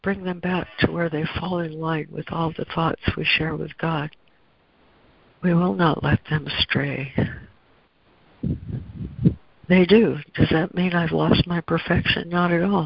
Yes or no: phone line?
yes